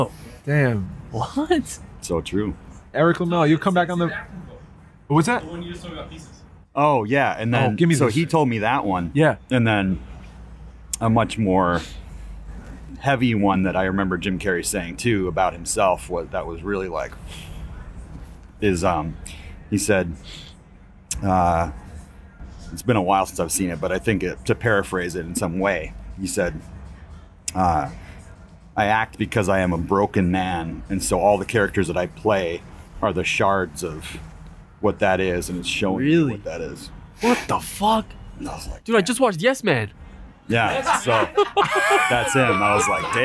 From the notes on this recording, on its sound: We are LIVE from The West in Williamsburg, Brooklyn on a special and chilly night. We bring on your favorite live guests from this past year and just have a very intimate, lovely time.